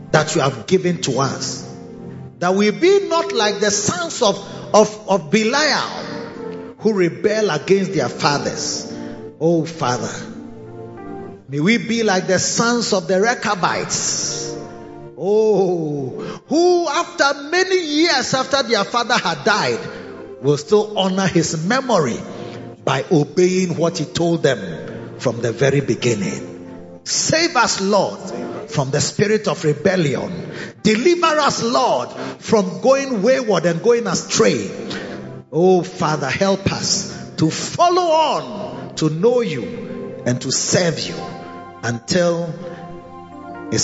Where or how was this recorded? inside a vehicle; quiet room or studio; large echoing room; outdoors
large echoing room